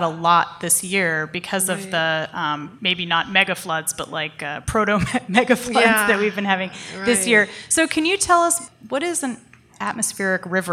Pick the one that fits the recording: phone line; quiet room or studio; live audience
live audience